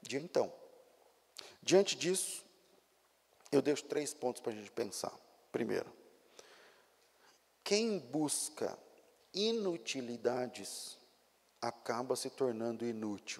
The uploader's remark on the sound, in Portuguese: Culto ao vivo